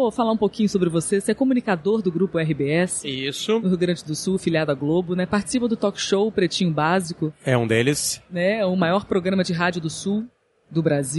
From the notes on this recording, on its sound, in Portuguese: Episódio gravado no evento "Sebrae - Circuito Startup Summit Espírito Santo", realizado em dezembro de 2019.